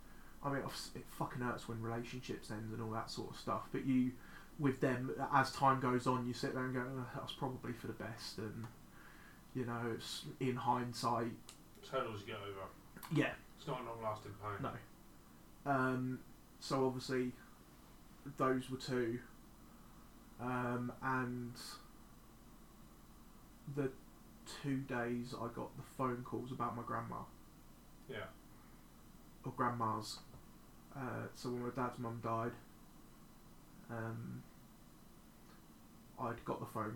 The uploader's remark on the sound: Forgot to change the microphone input over. Apologies for the terrible sound quality.